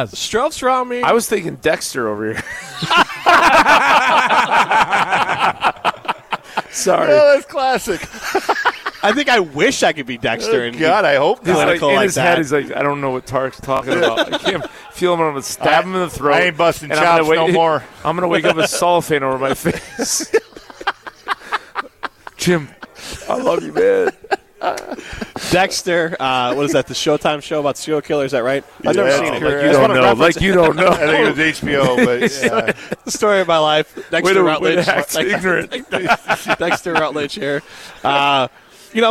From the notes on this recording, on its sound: live from Daly's in Sun Prairie